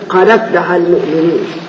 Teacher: زي مثلا قد أفلح المؤمنين، أي الدال ساكنة وهي حرف صحيح، وفي آخر كلمة قد والهمس في أول كلمة بعدها، فنقلنا حركة الهمزة إلى الدال وحذفنا الهمزة. لابد من الشروط الثلاثة: أن يكون الحرف ساكنا، وأن يكون صحيحا، وأن يكون في آخر الكلمة. · Term: نقل حركة